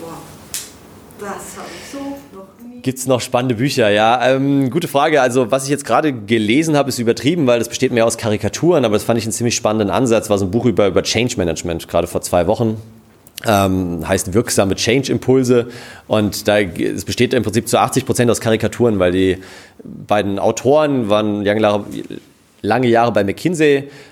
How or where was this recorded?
live audience